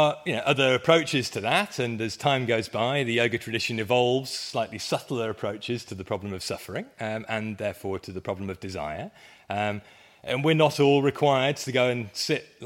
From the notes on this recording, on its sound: It was part of a conference at the University of Wales, hosted jointly with the College of Medicine. I went first and set the scene with a very brief history of medical yoga, which got quite lively in both the delivery and the Q&A afterwards (included in this episode).